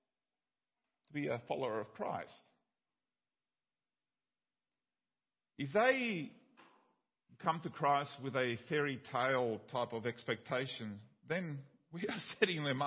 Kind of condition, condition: setting, large echoing room